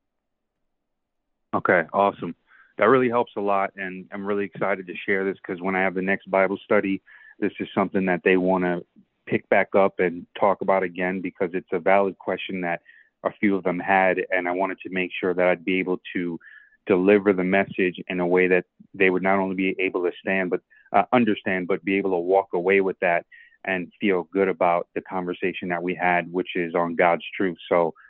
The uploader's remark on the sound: A live stream where everyone calls in live and ask questions!